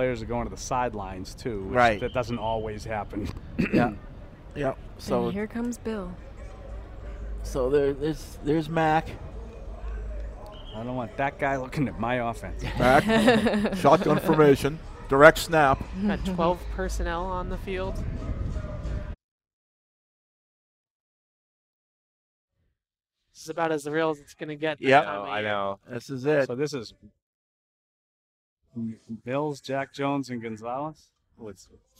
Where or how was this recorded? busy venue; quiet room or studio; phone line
busy venue